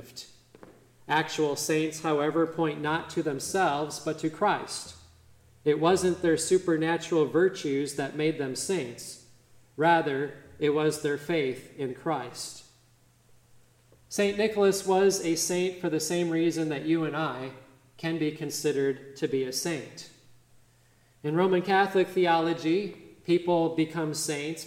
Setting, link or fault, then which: setting, large echoing room